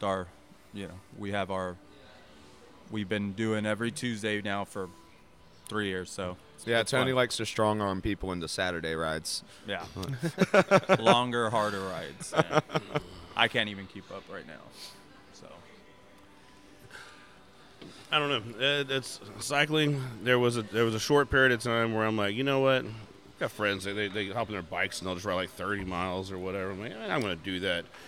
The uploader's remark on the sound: This week we stop by Urban South HTX